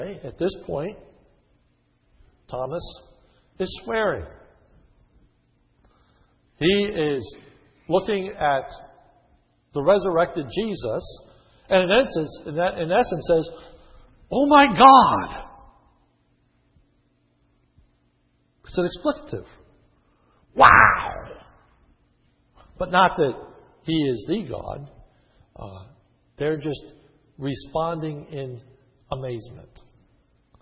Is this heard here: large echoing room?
yes